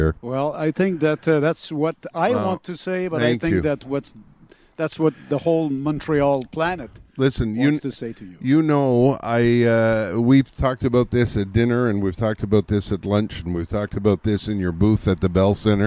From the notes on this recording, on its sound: live from outside the CHOM window